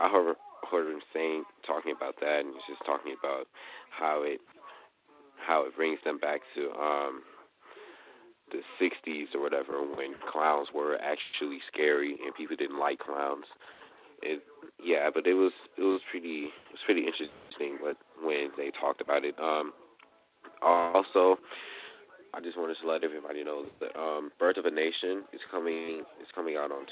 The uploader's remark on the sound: The C.O.W.S. Compensatory Call-In. The Context of White Supremacy hosts the weekly Compensatory Call-In.